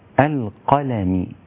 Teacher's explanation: القلم، اللام رقيقة مكسورة والميم كذلك